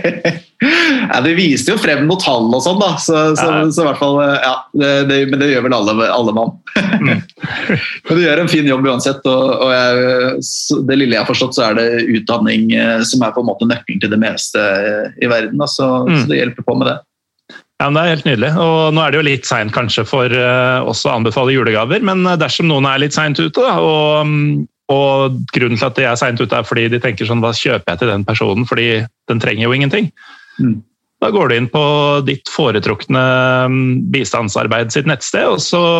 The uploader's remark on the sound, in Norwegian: tar seg en Zoom-prat